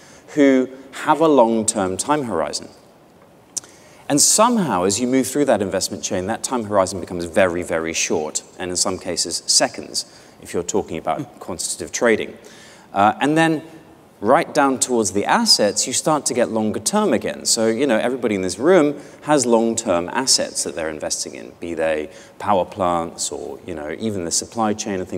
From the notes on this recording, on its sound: The best of live interviews from GreenBiz events.